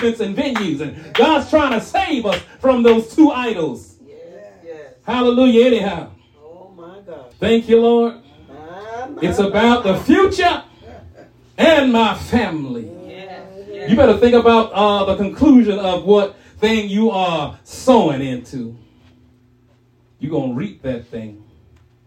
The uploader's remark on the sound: Shared this message live at RACC.